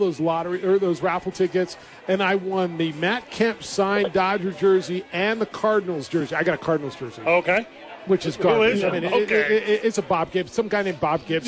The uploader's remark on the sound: live from Hooters celebrating The Opening Drive's Anniversary party